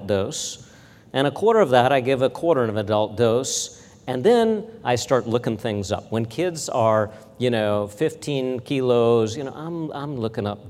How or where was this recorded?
large echoing room